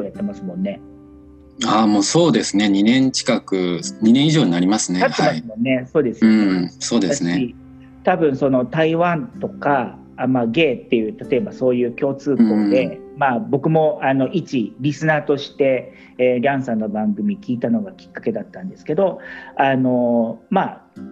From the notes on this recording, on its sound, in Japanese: コラボ収録。はじめてのweb対話収録！